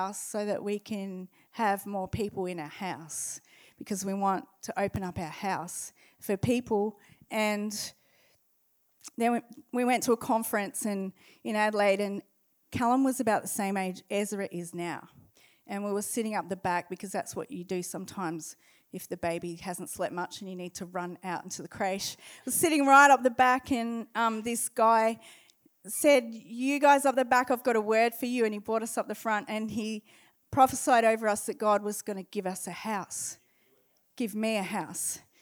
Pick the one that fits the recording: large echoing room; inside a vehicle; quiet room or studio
large echoing room